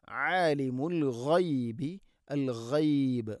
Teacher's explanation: غين തൊണ്ടയുടെ മുകൾ ഭാഗമാണ്. عالم العيب എന്ന് പറയരുത്.